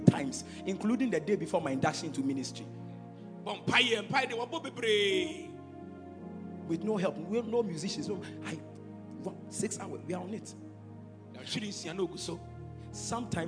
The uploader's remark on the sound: Preached at Royalhouse Chapel - Ahenfie.